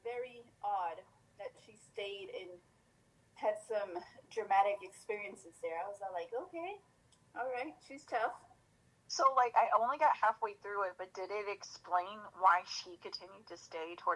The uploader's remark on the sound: please excuse the audio this week